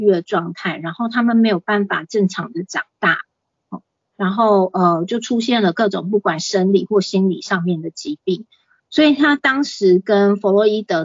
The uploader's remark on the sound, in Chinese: 講座錄音。此為線上課程錄音檔！